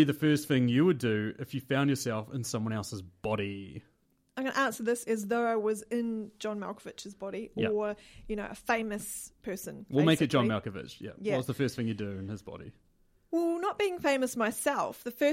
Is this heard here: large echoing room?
no